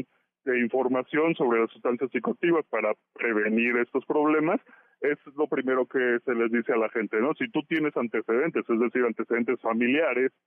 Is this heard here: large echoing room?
no